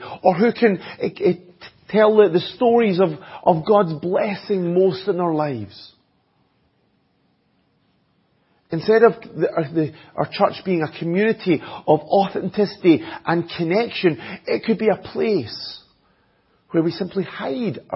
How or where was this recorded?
large echoing room